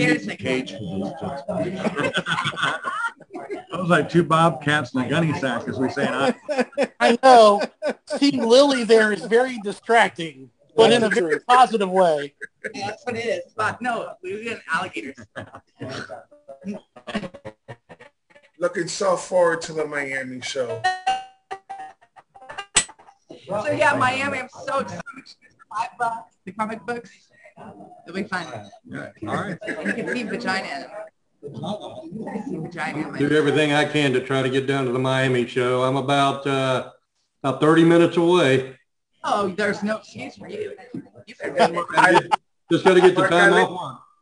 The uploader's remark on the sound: 2021 Chicago Exxxotica Wrap-Up. I will say the internet wasn’t the best at the hotel, as I had to use my phone’s data plan, so just be aware that it wasn’t our finest hour.